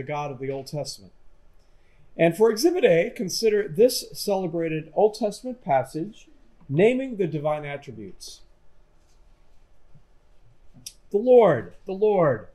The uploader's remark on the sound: This lecture was given on January 31, 2023, at Yale University.